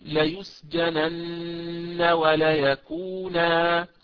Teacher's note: هذا تنوين الفتح عند الوقف عليه أبدله ألفا فأقول لا يسجنن ولا يكونا.